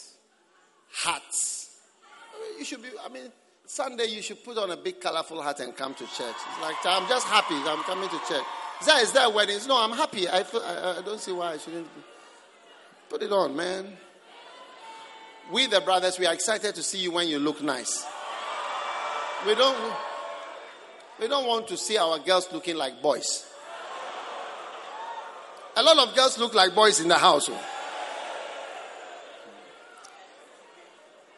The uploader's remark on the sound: Preached at the Prophetic Encounter Service.